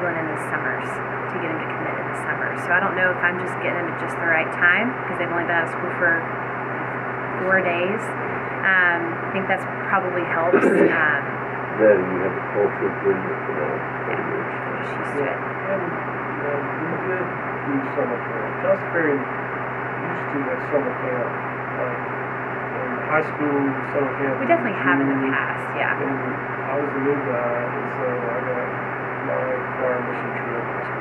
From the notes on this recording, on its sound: Jonesboro Breakout Session 1. This episode has technical audio issues.